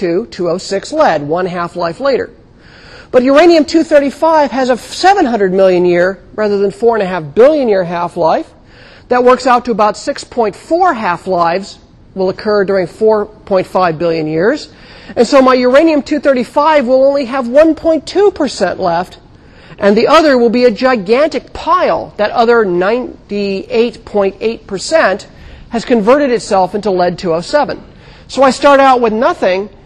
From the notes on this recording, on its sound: Recorded 2007 Oct 29 in 1000 McPherson Lab on the Columbus campus of The Ohio State University. Recorded 2007 Oct 29 in 1000 McPherson Lab on the Columbus campus of The Ohio State University.